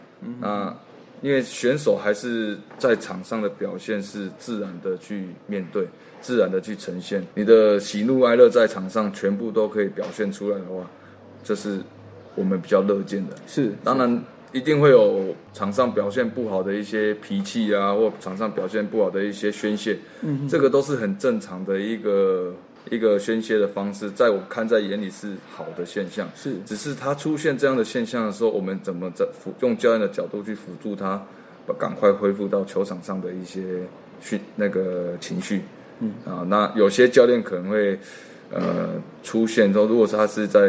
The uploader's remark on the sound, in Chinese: 本集錄音於球場，全程使用錄音設備較精簡，音質不佳請見諒。特別南下到獅隊春訓基地。